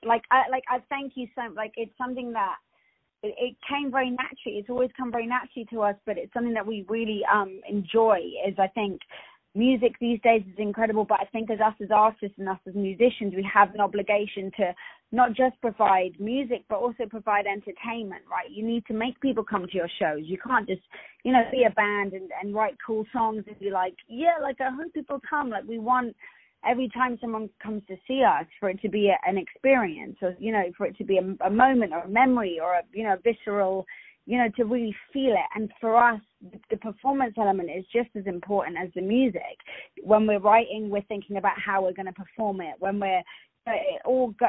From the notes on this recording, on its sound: On the phone